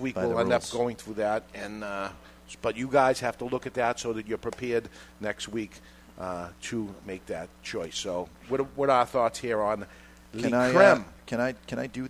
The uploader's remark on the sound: Live from Two Guys Smoke Shop in Salem, NH